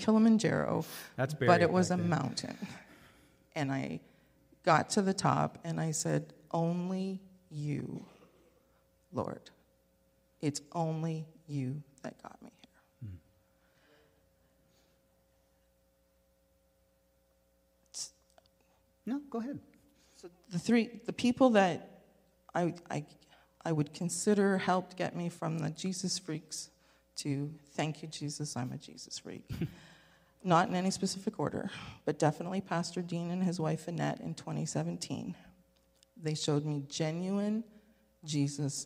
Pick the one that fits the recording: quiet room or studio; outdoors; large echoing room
large echoing room